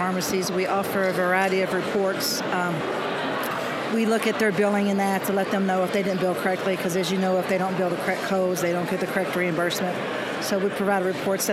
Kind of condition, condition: setting, busy venue